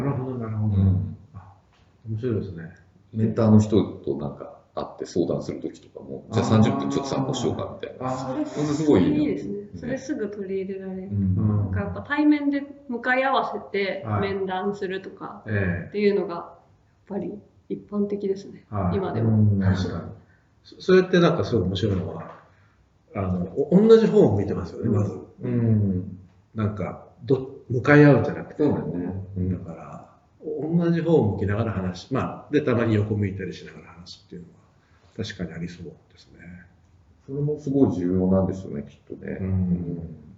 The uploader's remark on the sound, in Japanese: 旧マイクで音声ややわるいです